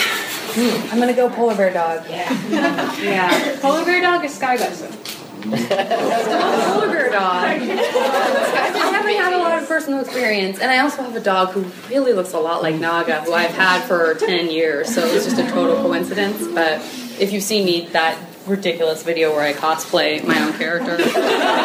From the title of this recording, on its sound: Live Panel from the University of Chicago’s Sex Week